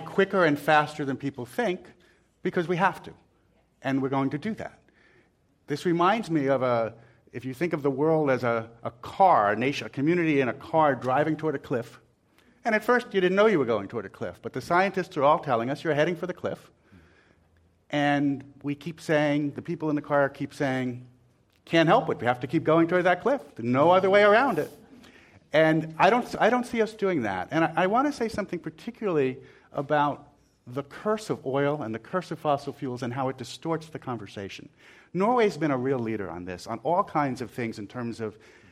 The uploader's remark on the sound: This program was recorded in front of a live audience at the Commonwealth Club of California on September 22, 2015.